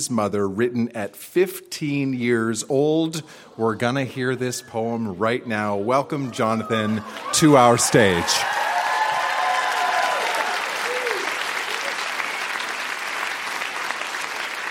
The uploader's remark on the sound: Recorded live at the Royal Cinema in Toronto.